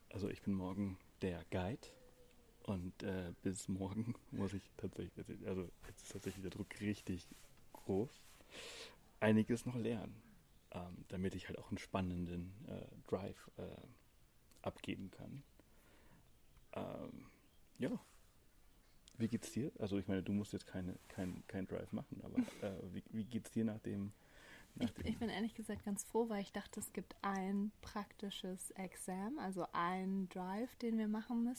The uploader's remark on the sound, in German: Ausbildung zum Safari Ranger in Botswana. Seid live bei dem Moment dabei, als wir zwei Löwenmännchen dabei beobachten, wie sie einen Leoparden aufspüren und ihm seine Beute wegschnappen. Hört das Knacken der Knochen, als sie das Impala aufreißen, und das laute Schnaufen, während sie nicht vom noch zuckenden Körper der Gazelle loslassen.